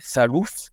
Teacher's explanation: La D final se dice como una Z